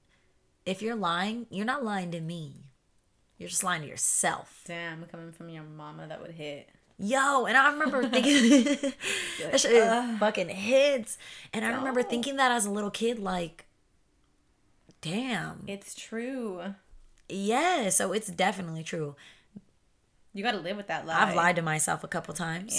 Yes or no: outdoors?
no